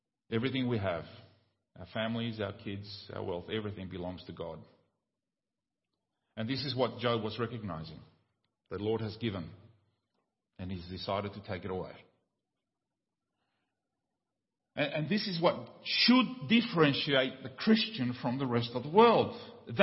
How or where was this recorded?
large echoing room